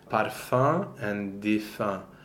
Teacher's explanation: the o e nasal is the only nasal vowel that's formed on a mixed vowel